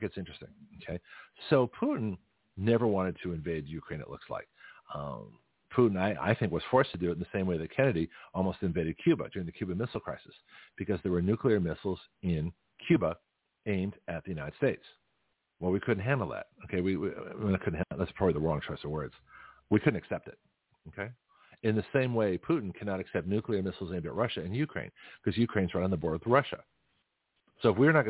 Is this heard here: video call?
no